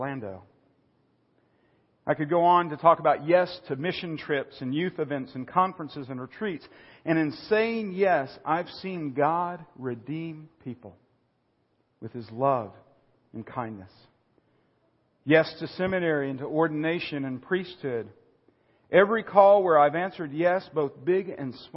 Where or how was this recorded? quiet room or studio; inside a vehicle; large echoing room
large echoing room